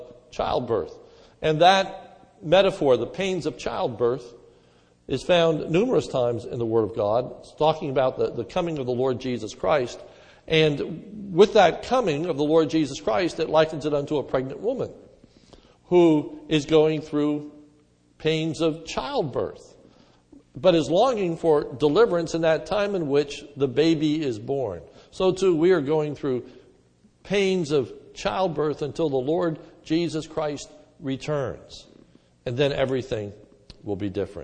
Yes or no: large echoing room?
yes